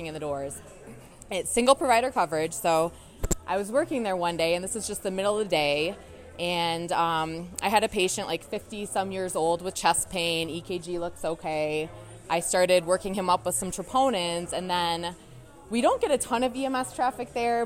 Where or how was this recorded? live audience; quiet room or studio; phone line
live audience